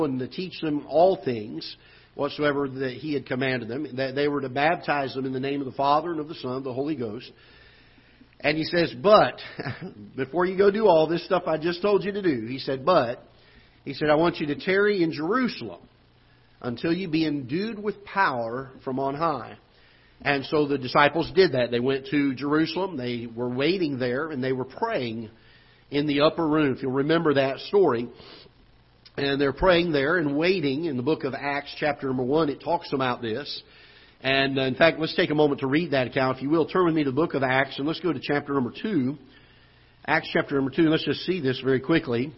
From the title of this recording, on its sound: Ketha Heights Baptist Church ~ Live Broadcast